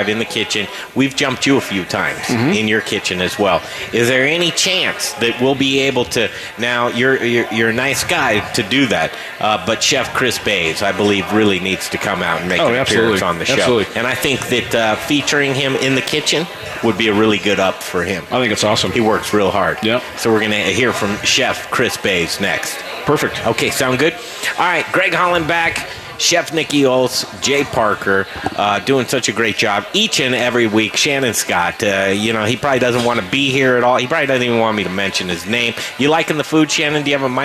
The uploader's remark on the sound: We're live from Southern Hospitality downtown for our Barbecue, Beer and Bourbon dinner!